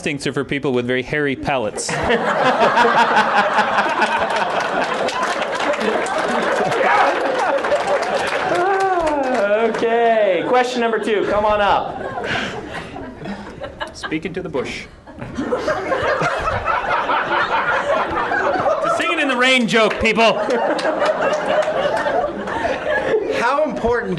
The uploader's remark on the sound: Recorded live at LTUE 2010, here's a high-energy Q&A session with the Writing Excuses crew.